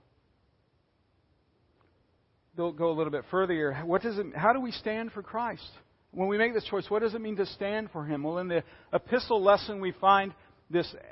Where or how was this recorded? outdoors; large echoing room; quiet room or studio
large echoing room